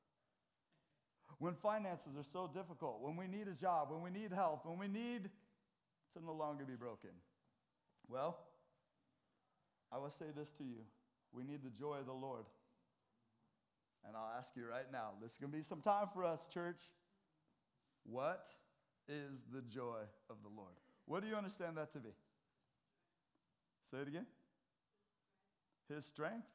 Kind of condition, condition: setting, large echoing room